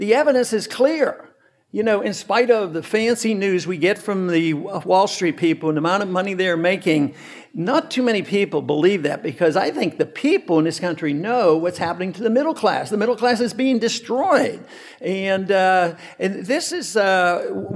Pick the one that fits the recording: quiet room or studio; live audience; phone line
live audience